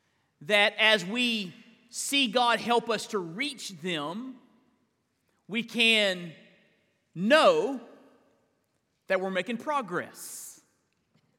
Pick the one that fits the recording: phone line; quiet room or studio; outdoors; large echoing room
large echoing room